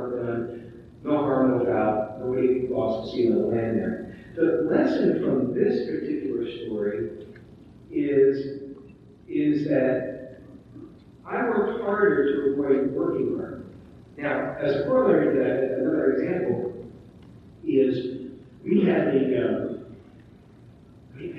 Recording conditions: poor sound quality